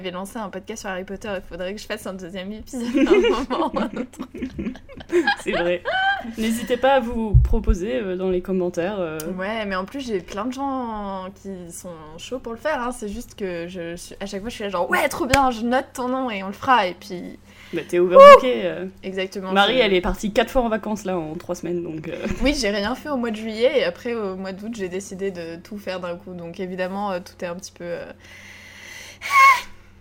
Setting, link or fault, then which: fault, sounds in the background